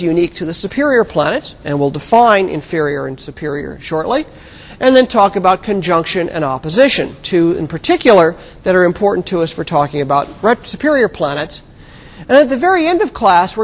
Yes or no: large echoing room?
yes